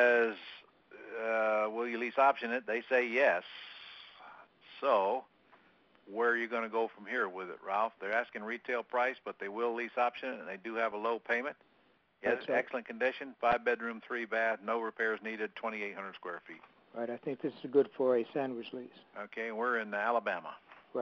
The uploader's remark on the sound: Q&A Call